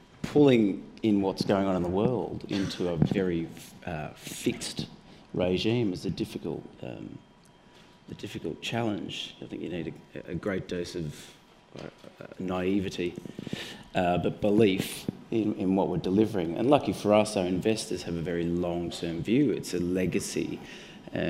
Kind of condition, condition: setting, live audience